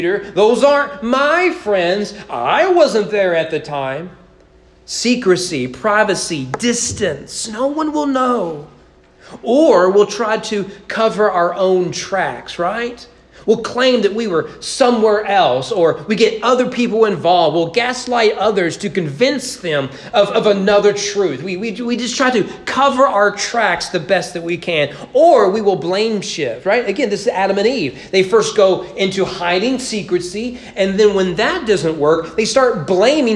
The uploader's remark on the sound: Preached at East Frankfort Baptist Church on July 3, 2022 during morning worship.